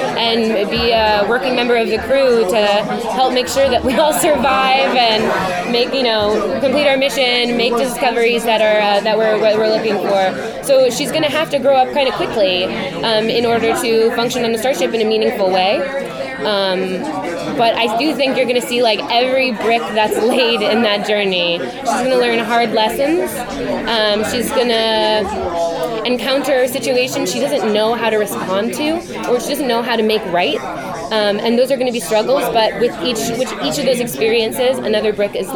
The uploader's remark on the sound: Taped at Madison Square Garden during New York Comic Con.